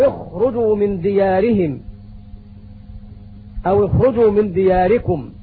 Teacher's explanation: أدنى الحلق مجاور للسان يخرج منه حرف الغين وحرف الخاء